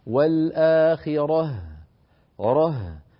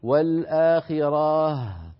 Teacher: بالنسبة للتجويد وقفت على والآخرة يعني بطريقة فيها مط زائد لفتحة الراء ولم تكن الهاء واضحة، هكذا يجب والآخرة ره، فتأخذ الراء حظ الفتحة الراء حظها من الزمن ثم الهاء حظها من الزمن · Shown in: first take